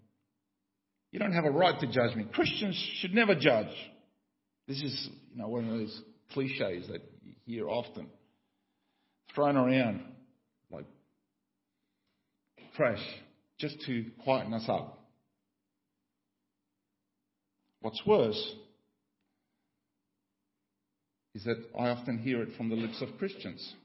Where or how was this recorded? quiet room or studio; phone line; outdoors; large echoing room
large echoing room